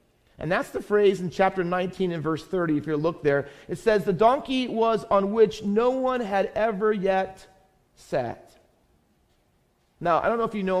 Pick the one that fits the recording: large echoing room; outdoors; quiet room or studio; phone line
large echoing room